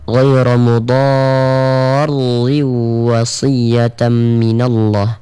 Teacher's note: مضار harus ditahan dulu bunda, dan dia harus diangkat suaranya